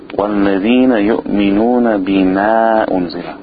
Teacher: when you have an alif after the meem, it's important to keep the alif thin